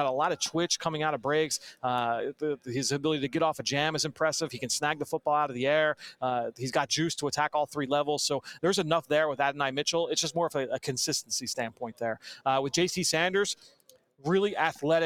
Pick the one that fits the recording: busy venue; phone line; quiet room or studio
busy venue